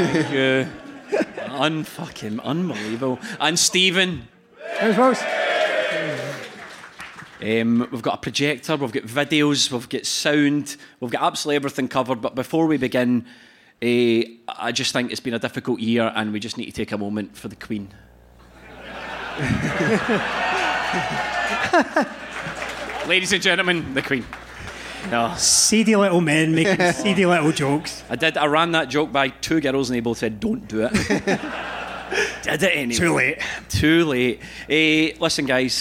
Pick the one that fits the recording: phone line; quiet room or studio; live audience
live audience